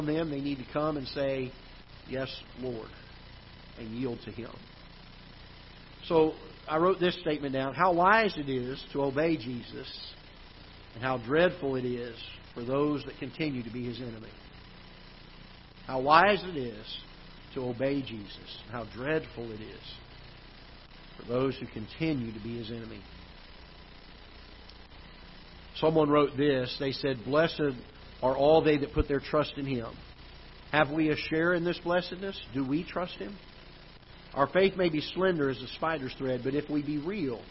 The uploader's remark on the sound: Ketha Heights Baptist Church ~ Live Broadcast.